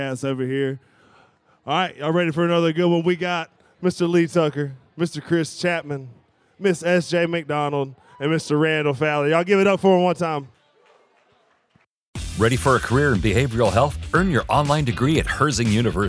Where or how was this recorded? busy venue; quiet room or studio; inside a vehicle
busy venue